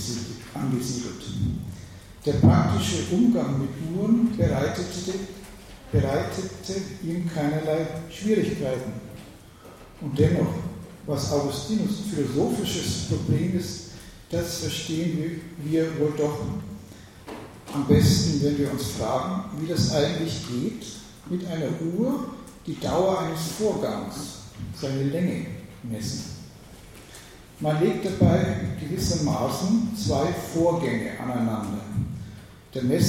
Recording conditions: large echoing room